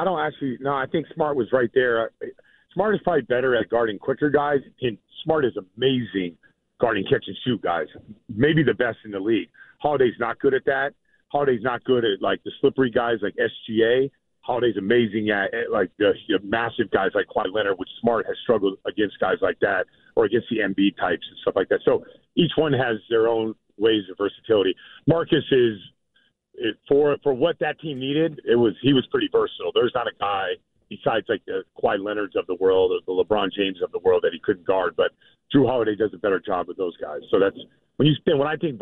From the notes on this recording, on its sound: calls into the Jones and Mego show